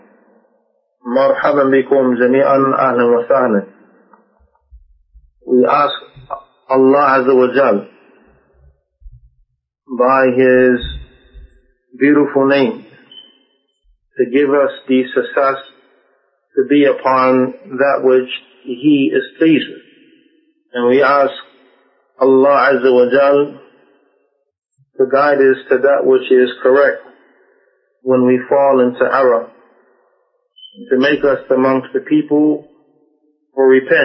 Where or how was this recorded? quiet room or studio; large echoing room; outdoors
large echoing room